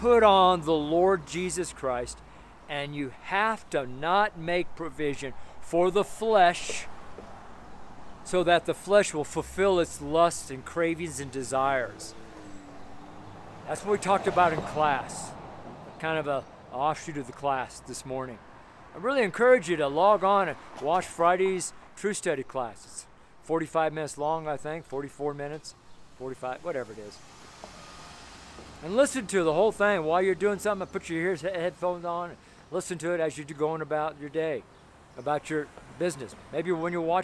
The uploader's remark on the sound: FRIDAY STREET SERMON